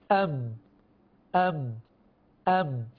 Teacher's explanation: الميم تخرج من الشفتين بالاشتراك مع مخرج الخيشوم. الميم تخرج من الشفتين بالاشتراك مع الخيشوم.